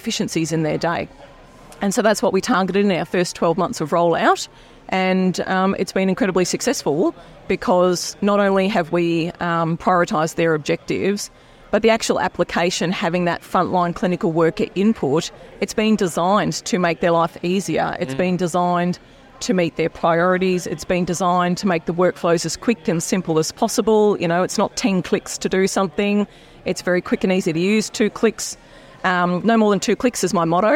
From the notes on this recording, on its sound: Recorded at Healthcare Week in Hamilton New Zealand.